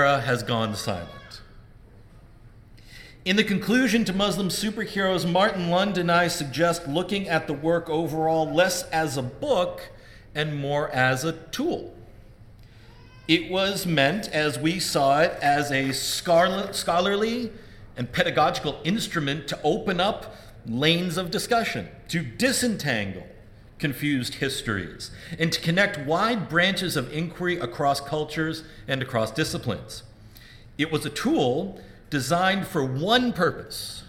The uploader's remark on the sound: Live at AAR 2017